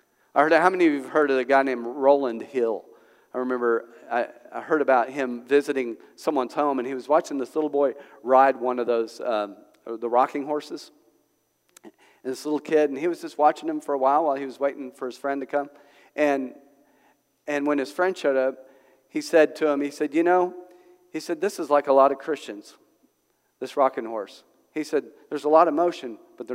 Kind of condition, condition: setting, large echoing room